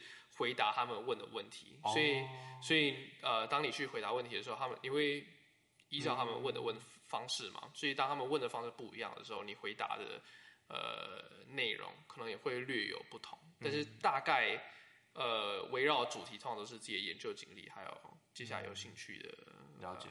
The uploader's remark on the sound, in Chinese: 可能有時候錄音的地點限制，後製處理如降噪音等後會降低一些聲音，造成部分聽眾的不便。